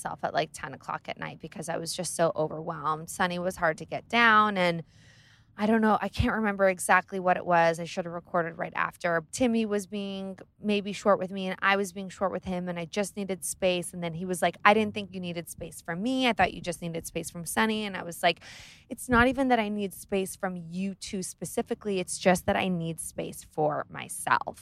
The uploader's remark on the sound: Taking you on the road from Southampton to NYC! I literally did this in my car while driving in the most insanely bonkers traffic I’ve ever been in.